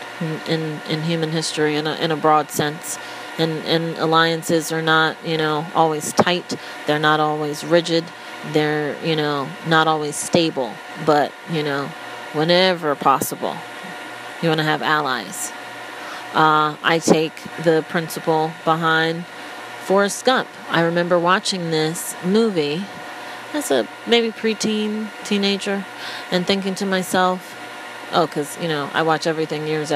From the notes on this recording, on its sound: Apologies in advance: I seemed to think it was a good idea to record while under the hair dryer?!